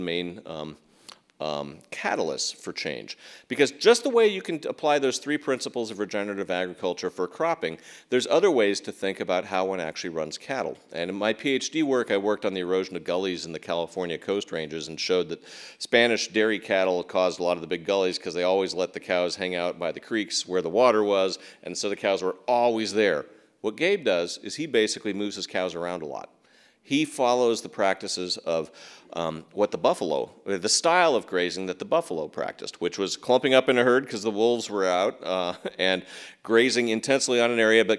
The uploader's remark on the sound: at Town Hall Seattle